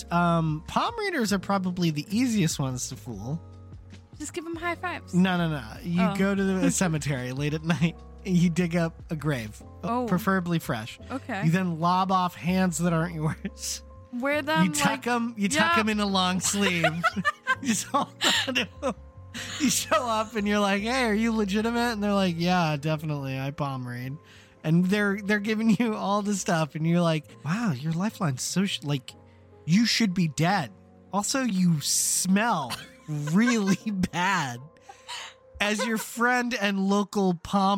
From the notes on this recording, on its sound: Sometimes, it’s just kinda hard to talk in the car. CW: Loud Sound at very end of Podcast.